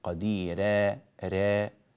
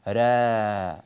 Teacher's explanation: وفي قوله تعالى في قوله تعالى فإن الله كان عفوا قديرا، الآية 48، نرقق الراء أيضا من غير أن نقللها، لا نقول قديرا، بعض الناس يقول كده قديرا را، هذا تقليل، را هذا هو الفتح، الراء مفتوحة وليست مقللة · Shown in: second take